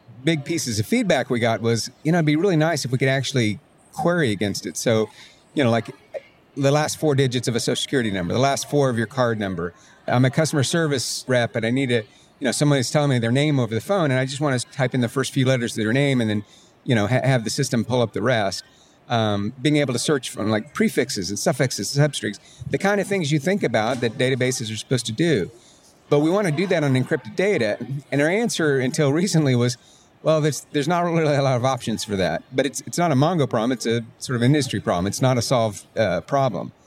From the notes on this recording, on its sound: in a conversation recorded at MongoDB World, held last week in New York